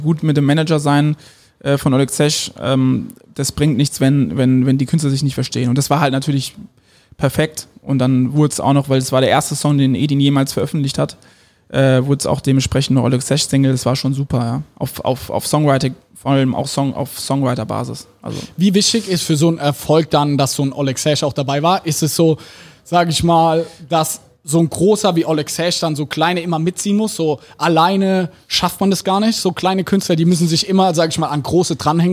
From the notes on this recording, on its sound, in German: beim zweiten Bargeflüster im Tiffany in Mannheim aufgenommen.